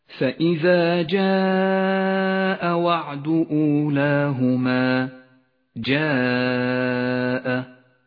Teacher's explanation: اتصل حرف المد بالهمزة في كلمة واحدة يمد 5 حركات وجوبا، ولذلك لونت الألف بالأحمر. · Term: المد المتصل